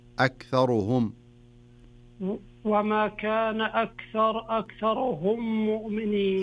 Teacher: الراء نفسها لا تخليها أكثر را، خلها رو